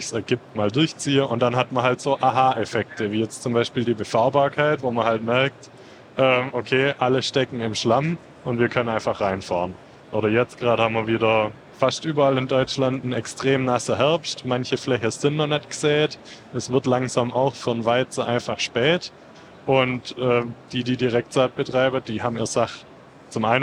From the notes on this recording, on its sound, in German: aufgenommen live von der Agritechnica